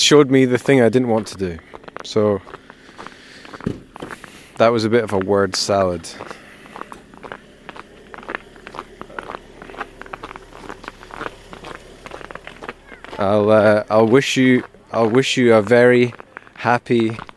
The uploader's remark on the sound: Trying a slightly different approach this episode - one take when walking to the shops.